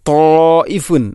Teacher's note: മദ്ദിൻ്റെ അക്ഷരമായ അലിഫിന് ശേഷം ഹംസ അതേ പദത്തിൽ വരുമ്പോൾ നാലോ അഞ്ചോ ഹർക്കത്തിന് തുല്യമായിട്ട് നീട്ടൽ നിർബന്ധമാണ്